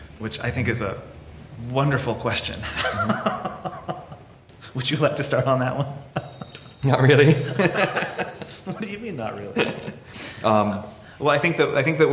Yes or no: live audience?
yes